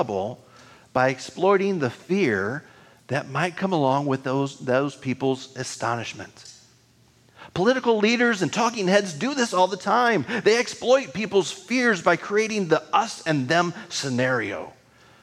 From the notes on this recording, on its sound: recording of this weekly worship service at Our Lutheran Church (West Lafayette, IN)